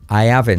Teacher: Salto la H y la T.